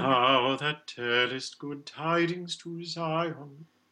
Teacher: What we most often hear, I think, is an unreleased T and an unreleased D.